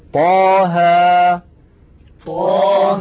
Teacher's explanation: طاء بمقدار حركتين لأنه مد طبيعي، وكذلك ها بمقدار حركتين